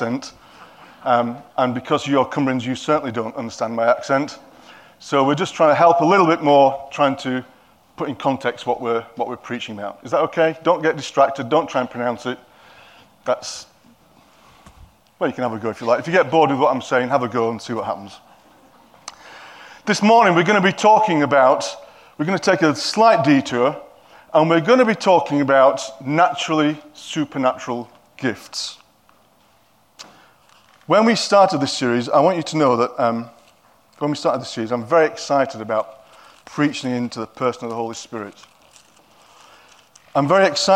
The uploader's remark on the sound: At King's Church, Cockermouth, as an audio file.